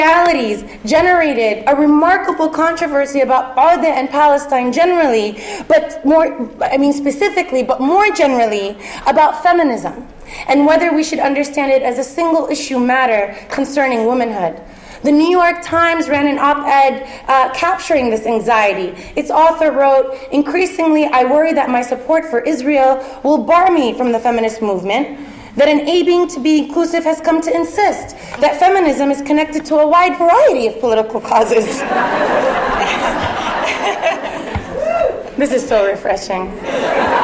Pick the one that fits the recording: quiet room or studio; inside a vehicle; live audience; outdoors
live audience